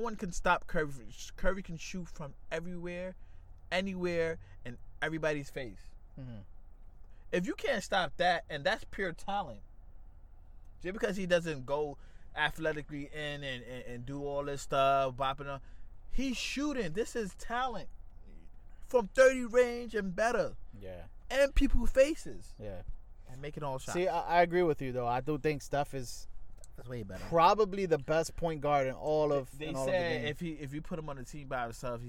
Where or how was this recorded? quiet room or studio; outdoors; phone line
outdoors